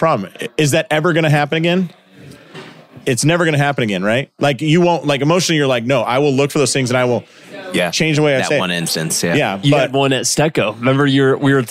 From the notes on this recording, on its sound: Live in St. Louis at Winchester Spine and Sport. This was recorded during a Clinic Gym Hybrid Live Event.